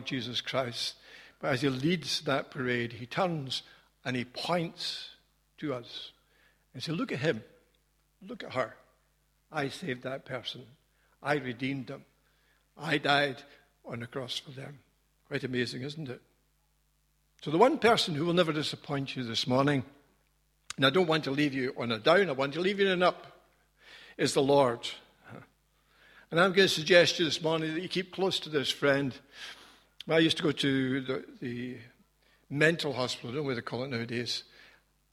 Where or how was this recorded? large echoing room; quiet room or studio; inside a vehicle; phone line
large echoing room